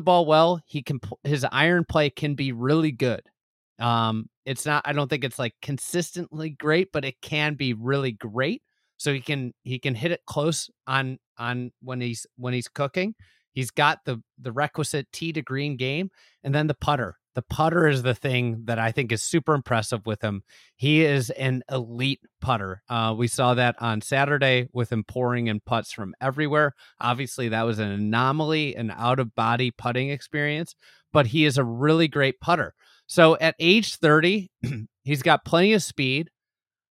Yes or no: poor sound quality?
no